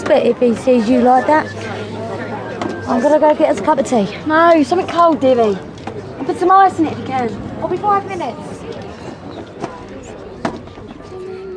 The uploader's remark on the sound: recorded on location on a Traveller site